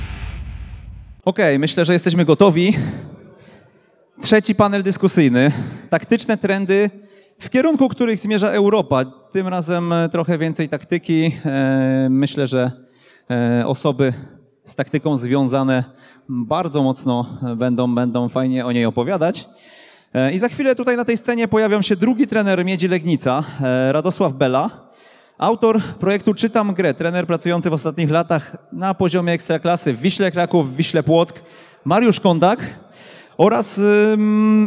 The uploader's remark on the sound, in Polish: podczas trenerskiego meet upu we Wrocławiu